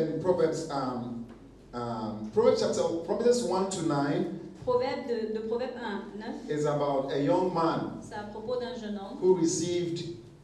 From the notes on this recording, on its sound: Preached during Joyful Hour Sunday Service Rabat I